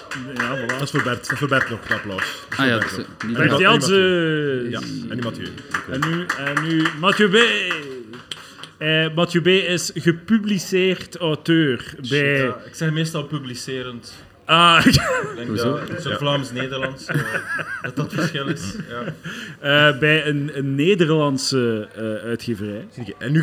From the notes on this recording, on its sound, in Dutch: LIVE op Shtick Fest in Comedy Club Haug in Rotterdam